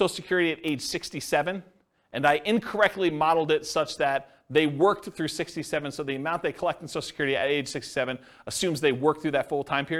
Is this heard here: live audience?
yes